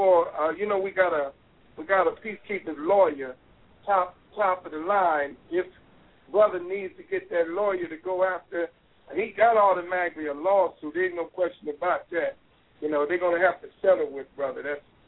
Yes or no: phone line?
yes